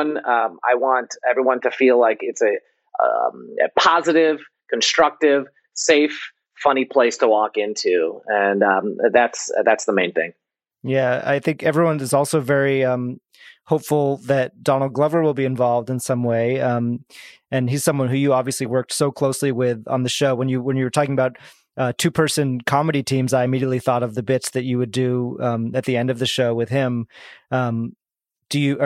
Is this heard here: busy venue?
no